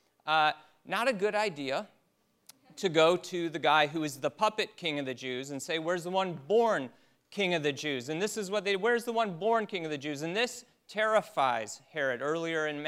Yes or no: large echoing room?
yes